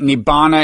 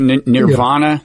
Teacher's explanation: you get a simple consonant that is a compound consonant in Sanskrit, like nibbana in Pali is nirvana in Sanskrit